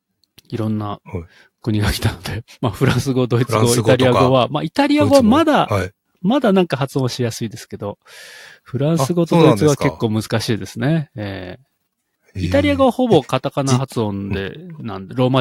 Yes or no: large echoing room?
no